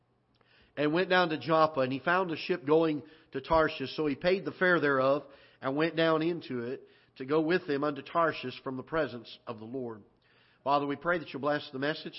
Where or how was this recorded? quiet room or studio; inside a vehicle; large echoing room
large echoing room